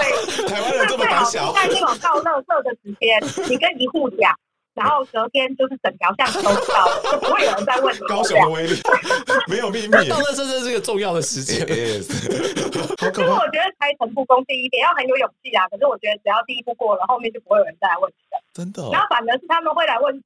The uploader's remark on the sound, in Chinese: 此集為遠端錄音，音質不好